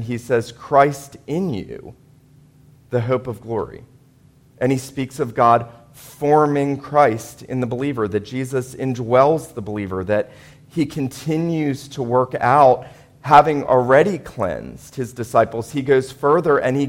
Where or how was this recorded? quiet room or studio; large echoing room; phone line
large echoing room